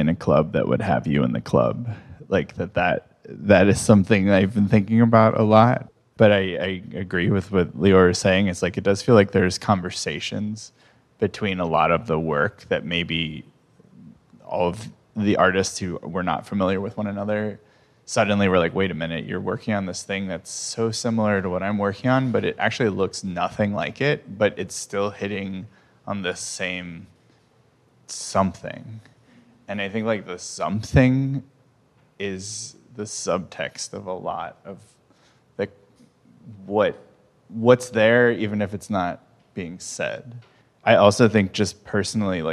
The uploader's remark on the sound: Disloyal is back with a live episode! They spoke in front of a live audience at the JMM.